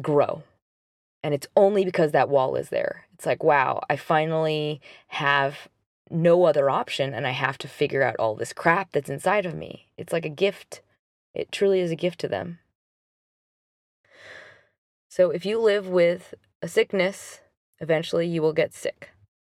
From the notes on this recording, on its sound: Apologies for the background sounds - I recorded this after work in the car so there are helicopters around me!